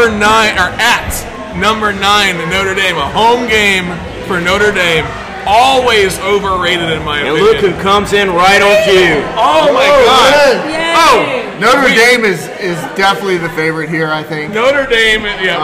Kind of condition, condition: setting, busy venue